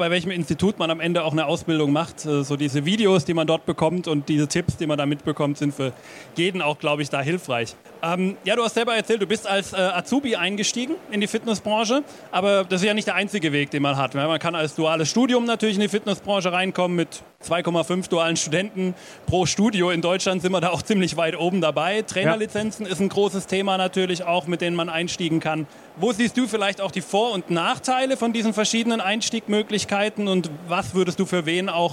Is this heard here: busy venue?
yes